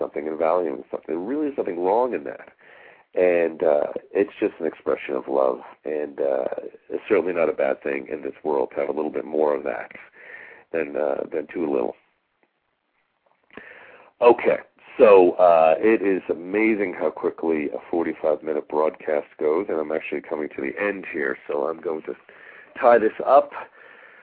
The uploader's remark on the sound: Callers with questions or comments are encouraged to call in live halfway through the show.